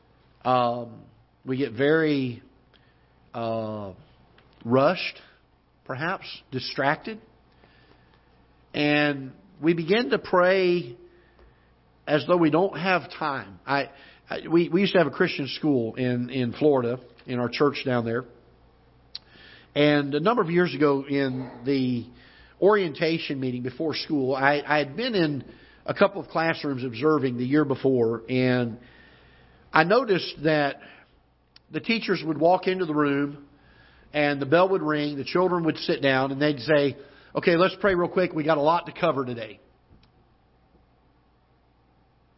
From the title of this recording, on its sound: Ketha Heights Baptist Church ~ Live Broadcast